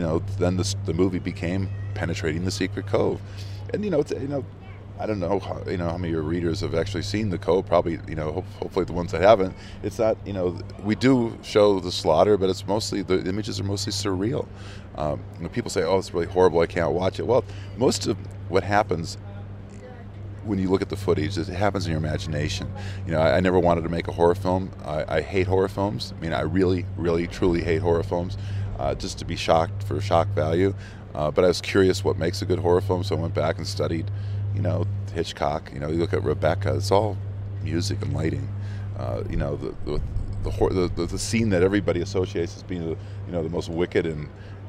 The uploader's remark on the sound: recorded at the Mountain Film Festival in Telluride